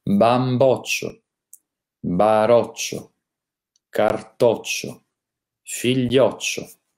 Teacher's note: Bene, parliamo quindi delle parole con la O aperta si ha sempre la O aperta nei casi seguenti nei nomi che terminano in iolo, ad esempio cenciaiolo, crogiolo, figliolo, mariolo, mostacciolo, vaiolo. Abbiamo la O aperta nei nomi che terminano in occio